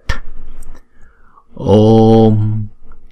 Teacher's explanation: chữ ô là diphthong, chúng ta kéo dài hai nhịp trước rồi chúng ta mới đóng chữ ô lại.